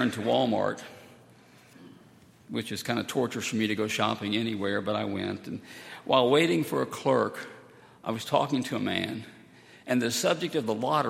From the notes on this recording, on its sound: Sunday, July 15, 2018, at Highland Baptist Church